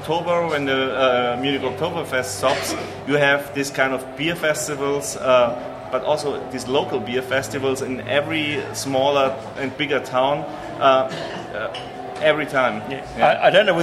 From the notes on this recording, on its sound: Melbourne's Beer Deluxe for a live tasting of their beers in front of a huge audience!